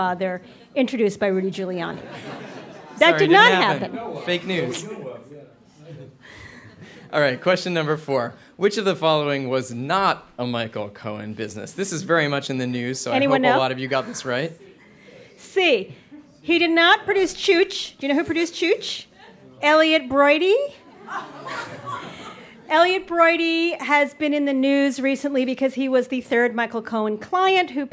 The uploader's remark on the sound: We held a live taping of the Trump, Inc. Podcast at The Greene Space in New York City.